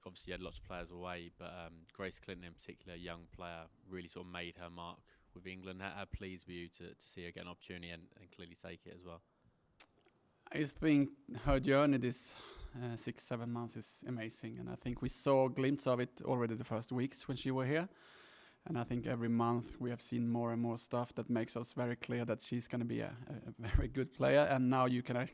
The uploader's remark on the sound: PRESS CONFERENCE. Arsenal Women v Tottenham Women: Women's Super League.